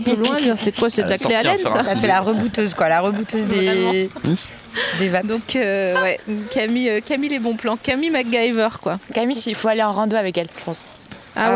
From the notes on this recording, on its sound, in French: enregistré le 18 décembre 2020 dans le jardin du patron